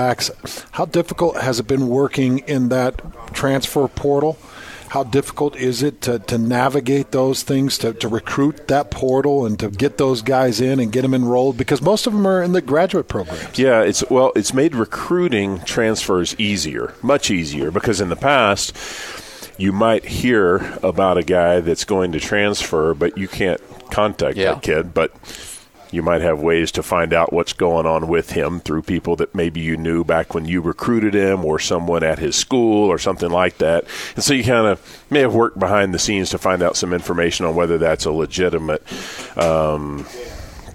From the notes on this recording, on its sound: live from BYU Football Media Day